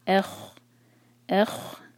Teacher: الف کو خوا سے جوڑیں گے، الف کو لائٹ رکھیں گے، الف کے لیے او جیسی آواز نہیں آنی چاہیے